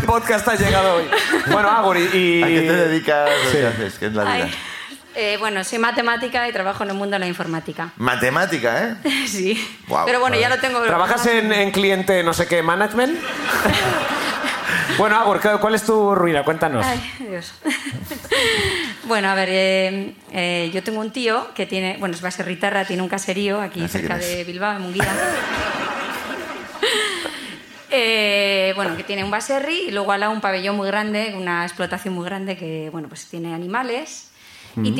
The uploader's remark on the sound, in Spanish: La Ruina desde Bilbao. Sube el público de Bilbo.